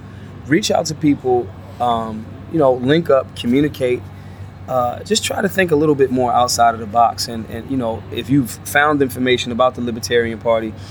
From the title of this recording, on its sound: Live from the LNC